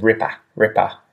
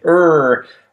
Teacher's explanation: that Australian accent where we turn ER at the end of words into an ah sort of sound · Shown in: first take